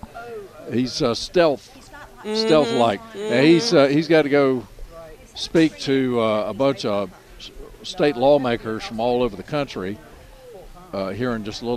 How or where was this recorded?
busy venue